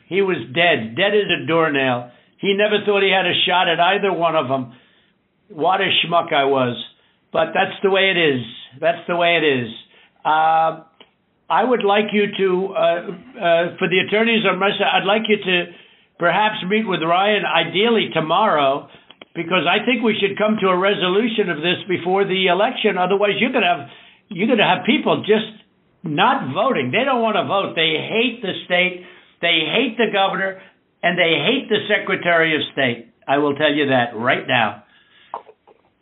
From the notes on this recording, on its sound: the uninterrupted, unedited phone call